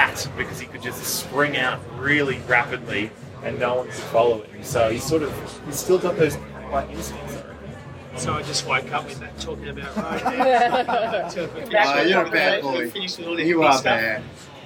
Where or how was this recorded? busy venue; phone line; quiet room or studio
busy venue